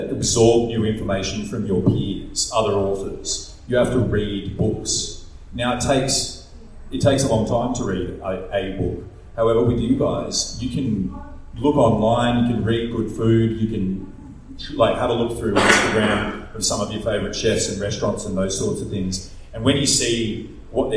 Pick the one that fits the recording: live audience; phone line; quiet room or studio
live audience